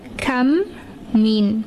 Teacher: the first Meem will be assimilated into the second Meem and it will be read with Hunna · Term: idgham